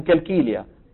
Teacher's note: مثل كثير من مناطق فلسطين بيجيبوا القاف كاف